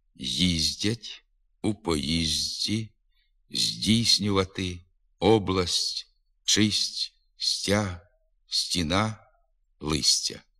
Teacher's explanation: Звуки «д» і «т» в українській мові вимовляються з незначним нахилом до «дз» і «ц» тільки після звуків «з» і «ц».